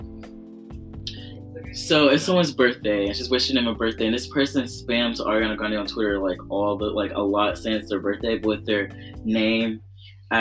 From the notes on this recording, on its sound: The auto is kinda weird but we didn’t have a mic at the time and we’re still learning how podcasting works.